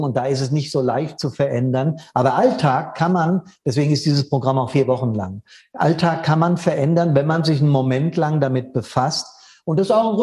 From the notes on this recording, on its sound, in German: Der Mitschnitt des Info Online-Events fireproof360° vom 31.07.21